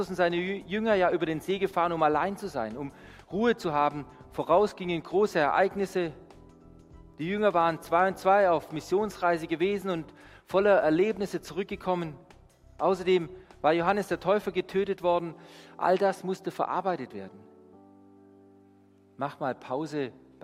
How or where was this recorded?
large echoing room